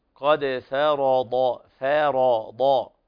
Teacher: ترقيق الفاء في كلمة فرض لوقوعها قبل حرفي مفخمين، بعدها الراء مفخمة والضاد كذلك، قد فرض فرض هكذا، قد